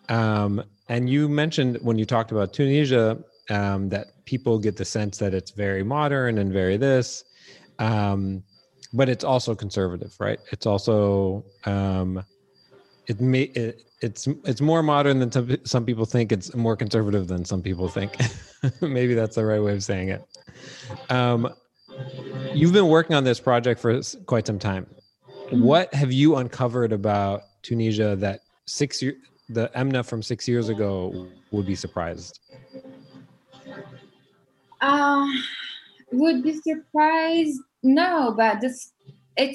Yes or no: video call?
yes